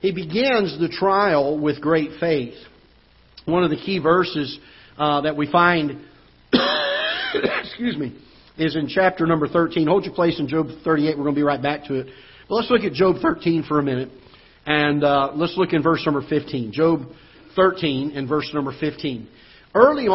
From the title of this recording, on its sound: Ketha Heights Baptist Church ~ Live Broadcast